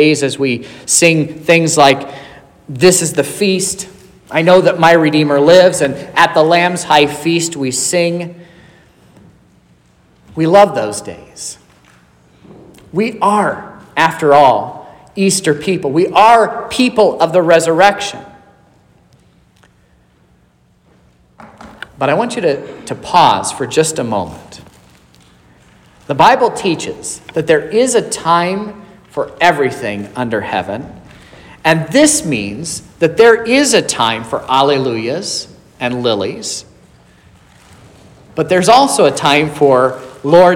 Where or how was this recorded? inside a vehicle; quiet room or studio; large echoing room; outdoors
large echoing room